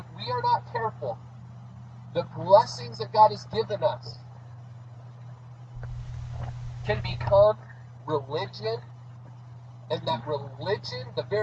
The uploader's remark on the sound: This is our last service in the park so bear with us through the added noise.